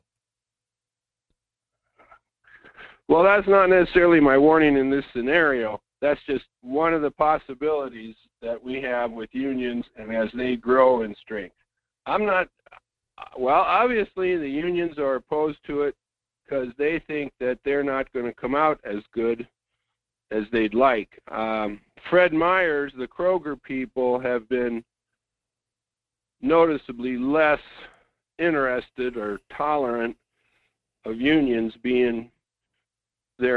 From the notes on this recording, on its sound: open the phone lines to talk about whatever the listeners would like to discuss